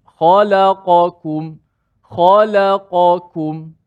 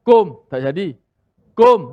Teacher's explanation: kena sebut dengan nipis dan ada angin sikit ada ada sifat hamas · Shown in: first take